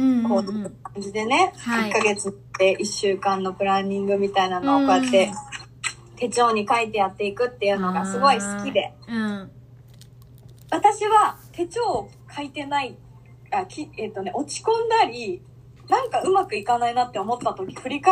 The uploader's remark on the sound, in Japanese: インスタライブをやってみた！Instagramでライブを開催しました！その様子を録音しています。